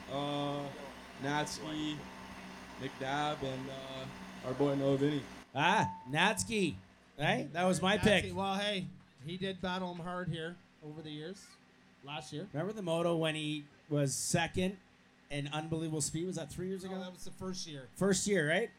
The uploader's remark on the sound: Live From Gopher Dunes. Go live (live to tape, anyways) from the GDR rig.